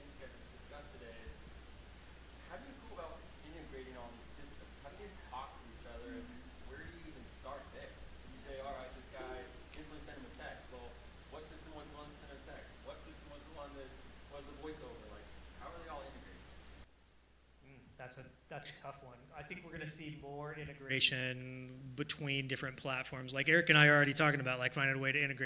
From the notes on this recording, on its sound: Full panel discussion from the KFAI 2023 event.